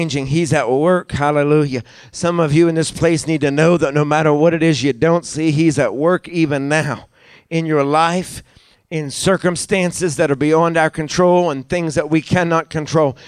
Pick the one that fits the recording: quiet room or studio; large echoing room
large echoing room